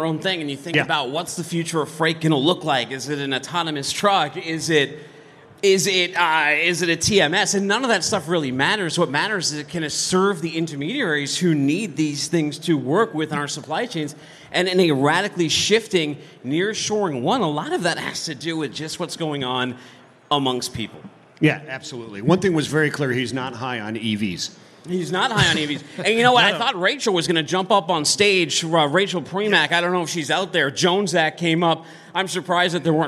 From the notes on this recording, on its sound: live from day 1 at F3